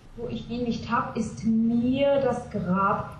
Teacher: With the mir, you could, you don't have to. But the Grab roll, R, you definitely have to roll.